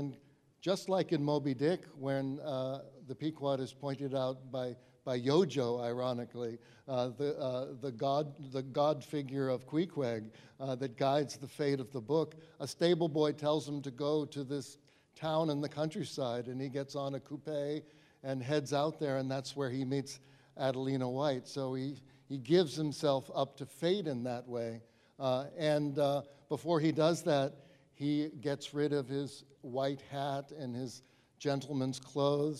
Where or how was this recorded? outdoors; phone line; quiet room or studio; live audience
live audience